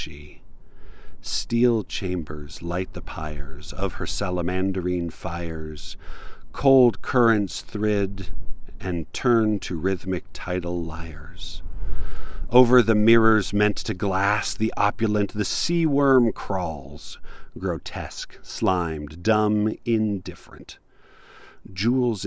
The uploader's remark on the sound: Recorded in a tiny little canyon that I never learned the name for, but it was peaceful and quiet.